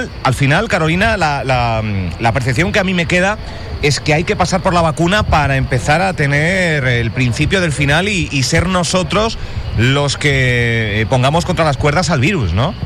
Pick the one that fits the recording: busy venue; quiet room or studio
busy venue